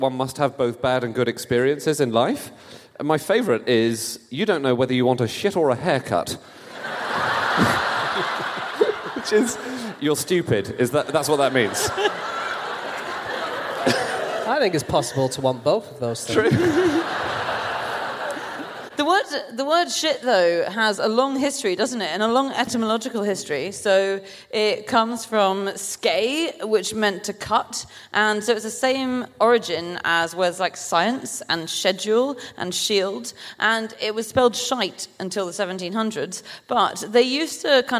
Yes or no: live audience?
yes